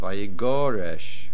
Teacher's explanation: the main accent on the gimel